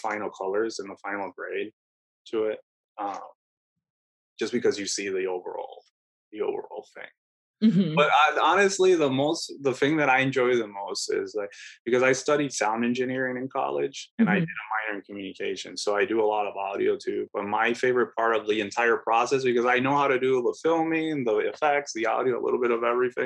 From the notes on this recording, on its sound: we sat down over Zoom